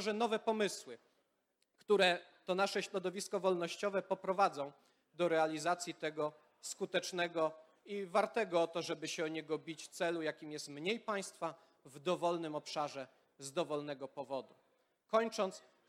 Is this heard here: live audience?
yes